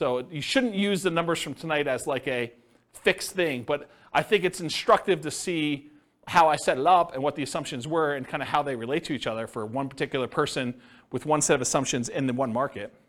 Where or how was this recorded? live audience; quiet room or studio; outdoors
live audience